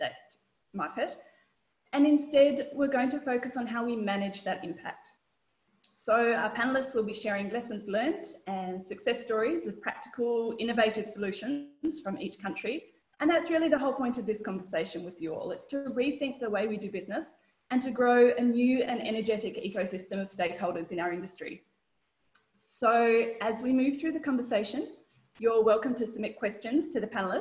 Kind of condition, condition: link, video call